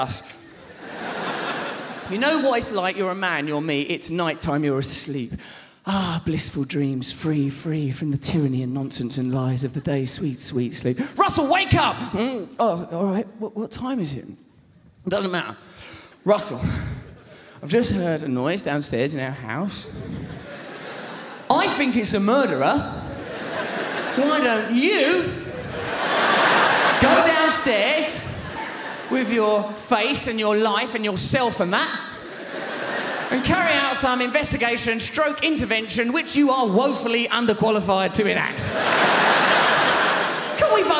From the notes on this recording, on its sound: performance filmed live at London's Historic Hammersmith Apollo